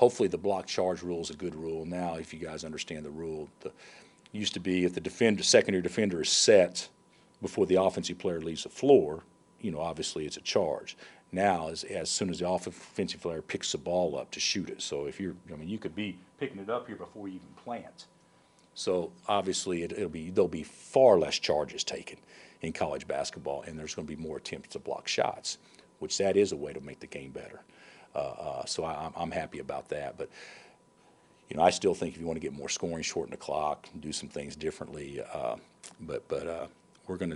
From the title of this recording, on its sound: Press Conferences & Post-Game Interviews